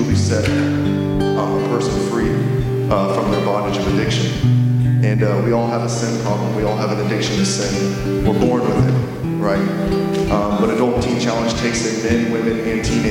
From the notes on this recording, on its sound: During Sunday worship at The Center on Main.